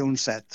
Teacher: jo recomanaria pronunciar set en veu oberta perquè les paraules noves monosil·làbiques tendeixen a la vocal oberta, a la E oberta i a la O oberta.